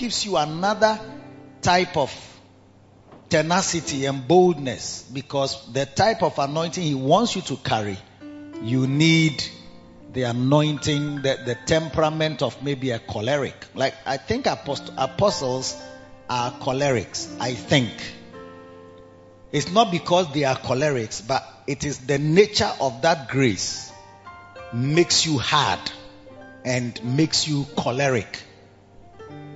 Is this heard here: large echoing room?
yes